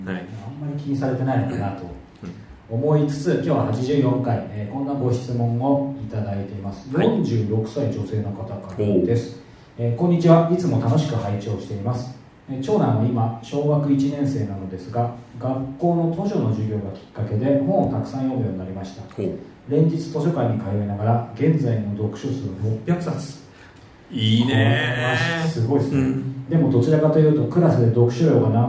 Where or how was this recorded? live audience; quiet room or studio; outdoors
live audience